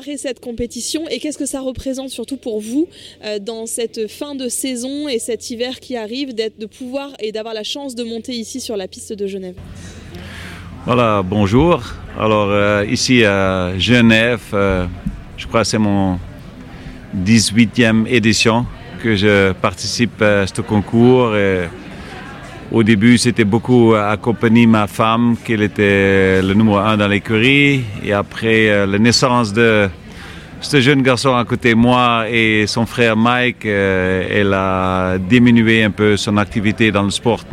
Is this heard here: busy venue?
yes